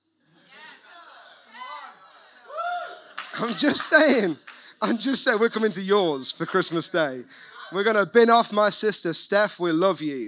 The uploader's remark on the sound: recorded at One Church City